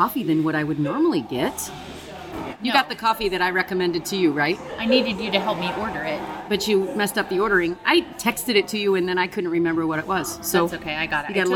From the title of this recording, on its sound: Live from a Coffee Shop